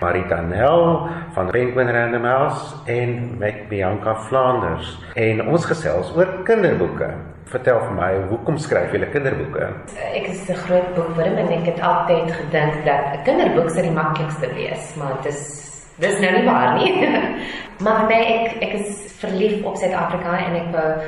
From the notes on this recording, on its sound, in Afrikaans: 3 onderhoude wat by die Festival Voor Het Afrikaans in Den Haag, Nederland opgeneem is